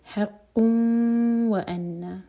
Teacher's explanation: قاف پر ہے دوما کی تنوین، تو انشاءاللہ ہوٹوں کو گول رکھیں گے. حق و ان، ادغام غنہ کے ساتھ، تو انشاءاللہ دو سیکنڈز کا ٹائم دیں.